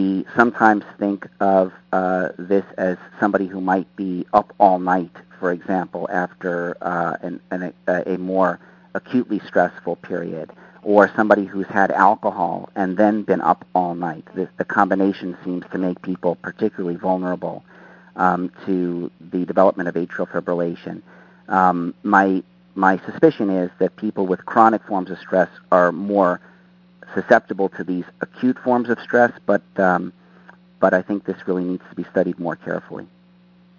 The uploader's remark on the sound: Author in the Room® Teleconference